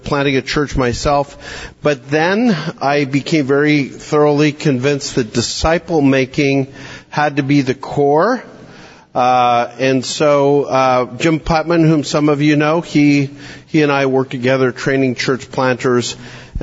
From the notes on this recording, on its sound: This podcast is one of several workshops from Exponential’s Global 2023 Conference in Orlando.